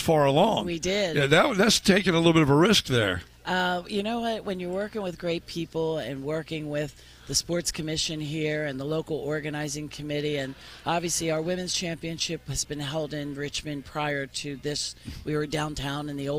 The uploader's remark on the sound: Record live at the Henrico Sports & Events Center.